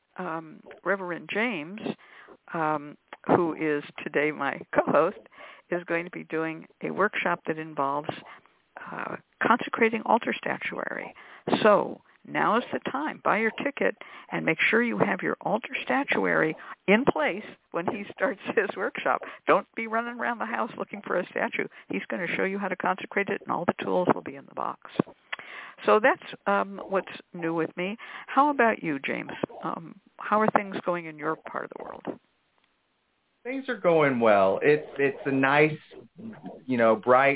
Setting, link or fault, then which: link, phone line